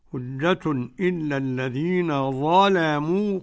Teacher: حجة إلا الذين ظلموا قرأ ورش بتغليظ اللام